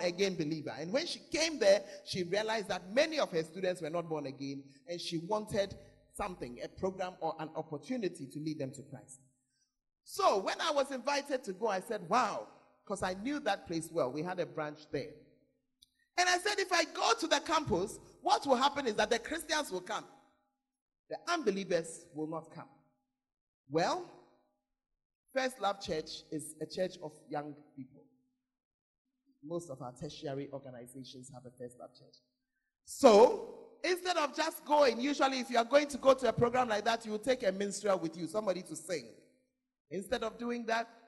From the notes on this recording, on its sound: Preached at the Makarios Conference; Berekum